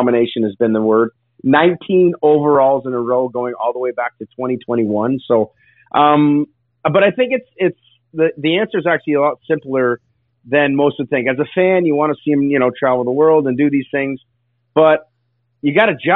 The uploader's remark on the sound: will be on the phone